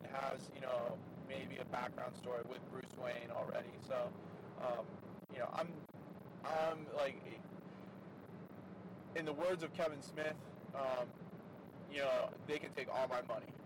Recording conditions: inside a vehicle